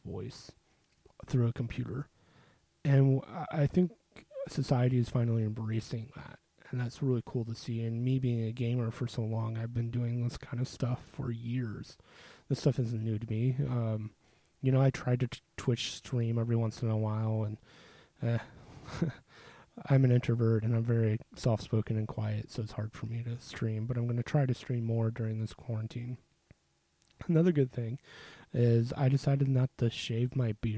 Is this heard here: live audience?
no